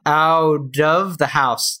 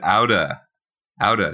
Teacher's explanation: That T is between two vowel sounds, and it turns into an American T, which sounds like a D. You actually said outa.